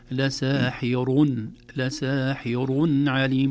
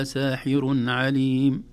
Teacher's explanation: لساحر عليم بتفخيم الراء وليس بترقيقها